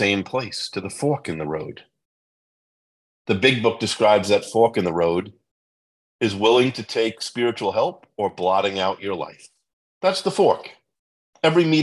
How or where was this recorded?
video call